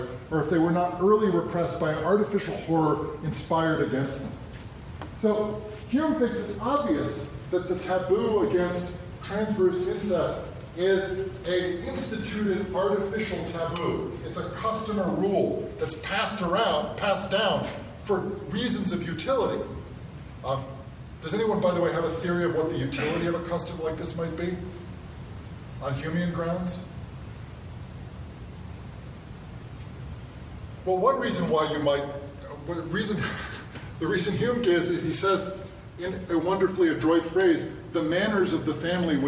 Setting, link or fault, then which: setting, live audience